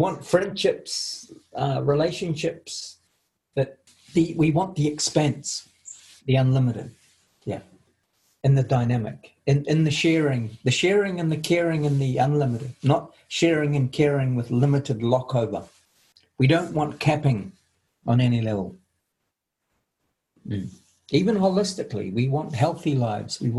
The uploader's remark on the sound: Latest Zoom meeting.